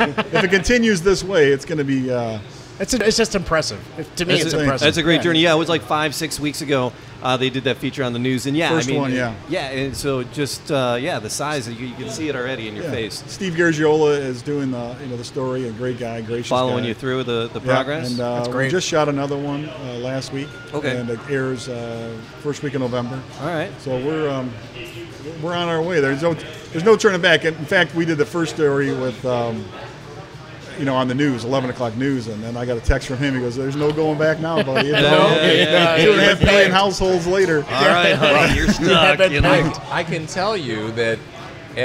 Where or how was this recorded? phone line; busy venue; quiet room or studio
busy venue